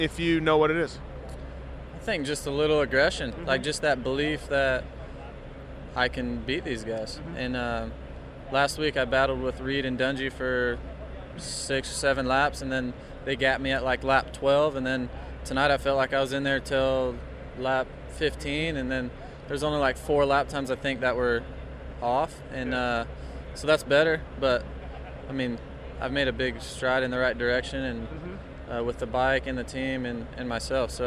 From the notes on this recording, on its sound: Post race interviews from Dodger stadium